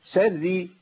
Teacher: يبقى انا تفخيم الراء هنا مش مقبول لان الراء هنا مشدده بالكسر